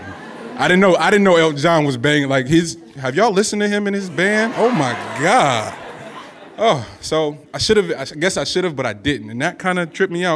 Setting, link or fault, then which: setting, busy venue